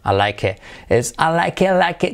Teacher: se suele omitir casi la T, casi no se pronuncia